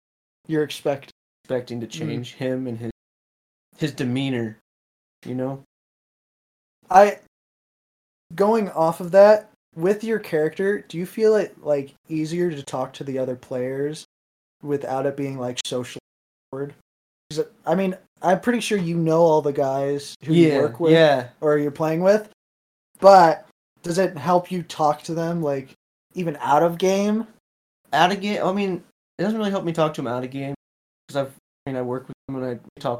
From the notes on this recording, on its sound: The audio is a bit choppy this episode due to some unfortunate mic malfunctions, so we do apologize